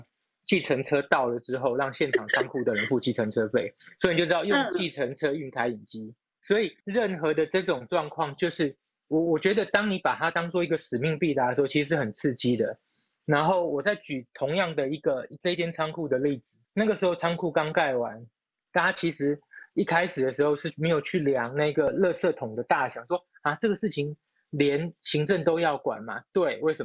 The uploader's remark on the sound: Live on Clubhouse.